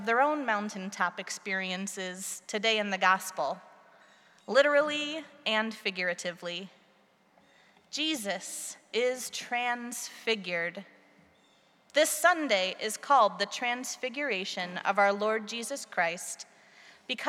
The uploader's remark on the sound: Preached at our celebration of the Holy Eucharist on Transfiguration Sunday.